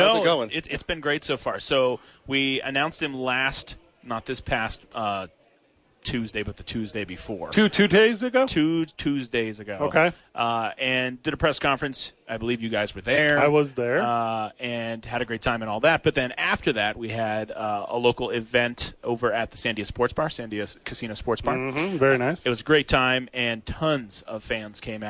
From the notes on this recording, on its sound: live from the YMCA